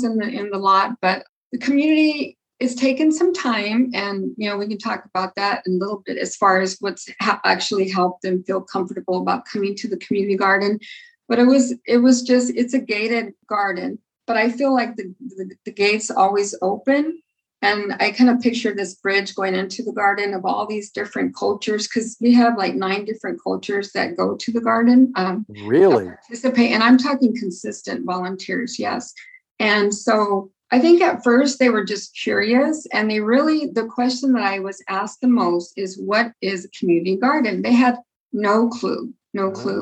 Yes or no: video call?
yes